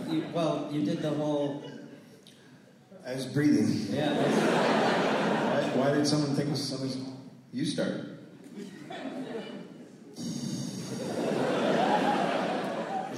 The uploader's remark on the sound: Recorded live in St Paul.